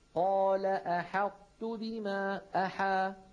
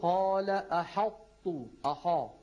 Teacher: كمان الحاء في كلمة أحط ممكن القارئ إذا ما انتبه تطلع معه مفخمة · Shown in: second take